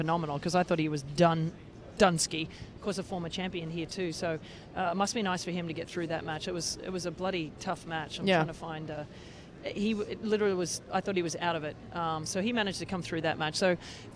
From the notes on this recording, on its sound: Live and Direct from Indian Wells. We're coming at you live during the middle weekend of Indian Wells from BNP Paribas' Racquet Kiosque.